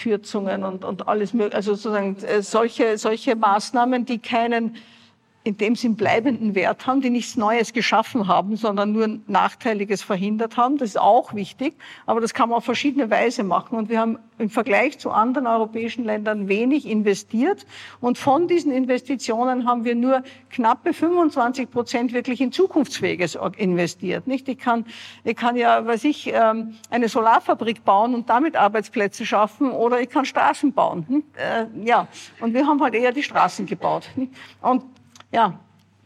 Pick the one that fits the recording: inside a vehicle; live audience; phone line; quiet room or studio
live audience